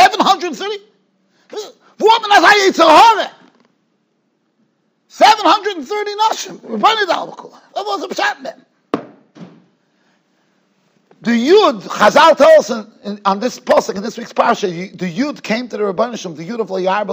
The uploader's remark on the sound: Shiur recorded in Yeshivas Ohr Reuven, Monsey, NY.